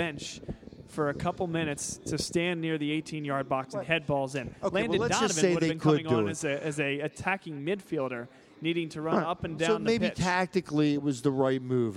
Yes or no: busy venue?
yes